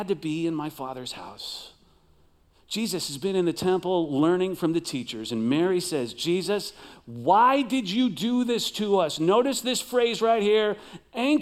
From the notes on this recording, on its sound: Recorded live at CrossWinds Church